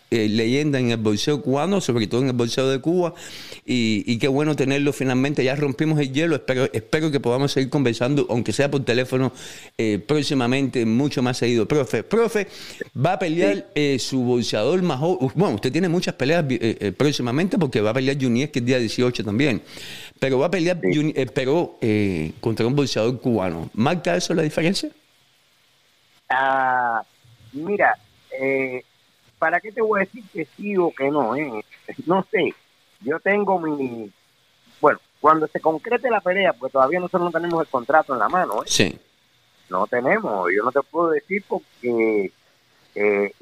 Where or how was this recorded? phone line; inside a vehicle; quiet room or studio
phone line